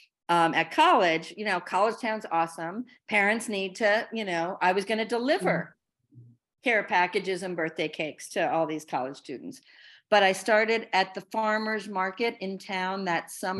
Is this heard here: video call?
yes